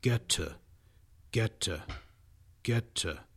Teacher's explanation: So you just say the letter T, to, and then say it again, to notice that the little sound in your throat that comes after the T sound immediately after you release or open your throat is in fact the schwa vowel sound, to. And then take the word get and put it before to, and you end up with get to.